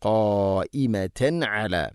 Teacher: തൻവീനു ശേഷം ഐന് വെളിവാക്കി ഉച്ചരിക്കണം. തൻവീനിനെ വെളിവാക്കി ഉച്ചരിക്കണം. · Term: ഇസ്ഹാർ